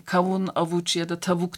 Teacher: Halbuki sesletimi var yani kavun, avuç ya da tavuk derken biz W diyoruz. Fakat yazmıyoruz, alfabemizde yok.